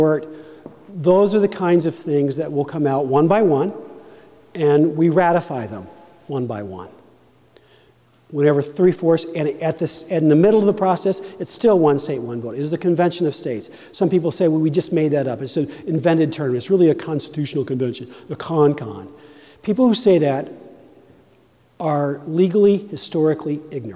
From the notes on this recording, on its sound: Convention of States at Maine Town Hall. Speaks to a town hall in Maine.